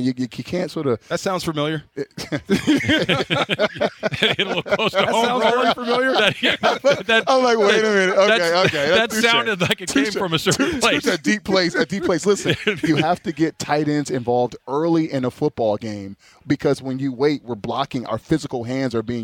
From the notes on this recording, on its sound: LIVE From Rams Camp! LIVE from RAMS Camp in the City of Irvine.